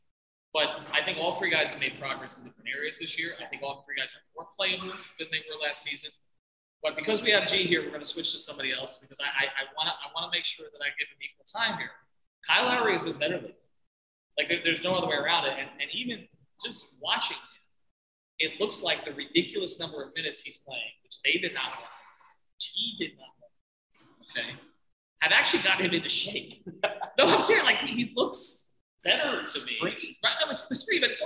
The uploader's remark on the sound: Our apologies for the shaky audio on this one. Recording on-location after our watch party at Tropical Distillery.